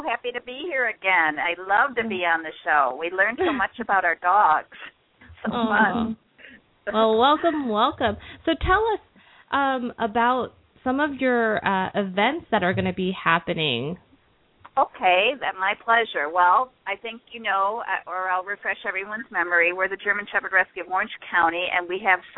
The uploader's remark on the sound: open up the lines for listeners to call